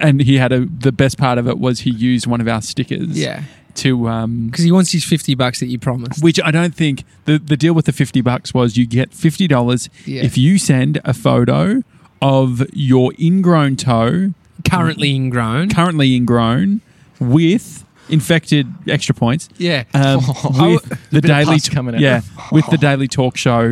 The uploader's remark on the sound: We're recording live from Victoria Park's grandstand.